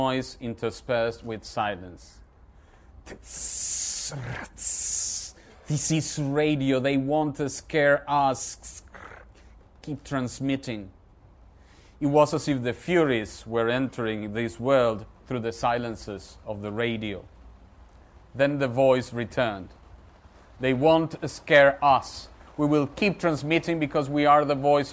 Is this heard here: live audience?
yes